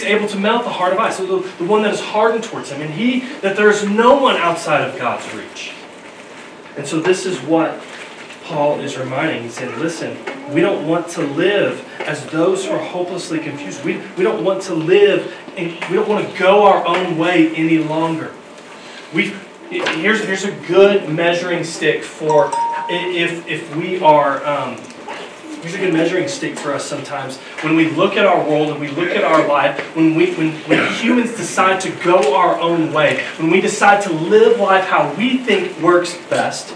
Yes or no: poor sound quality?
yes